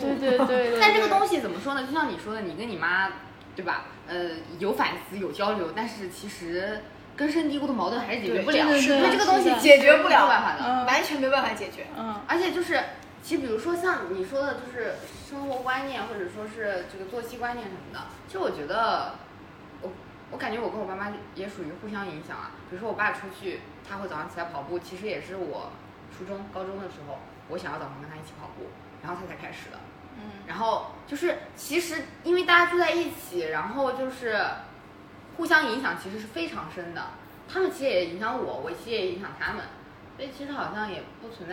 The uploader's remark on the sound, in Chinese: 第一期录制和剪辑都很粗糙